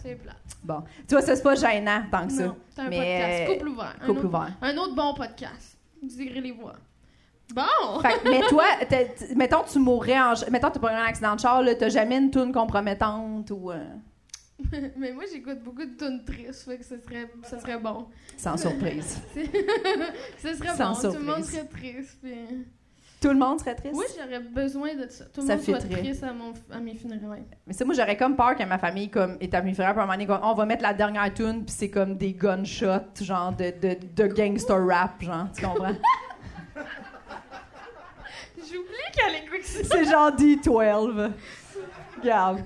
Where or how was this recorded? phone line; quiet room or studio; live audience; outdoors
live audience